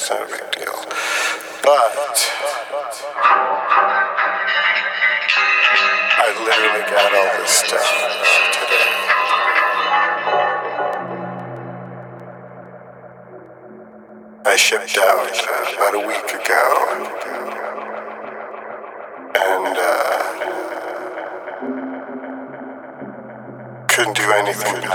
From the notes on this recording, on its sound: This episode was recorded in a sleazy hotel room in Milwaukee, Wisconsin.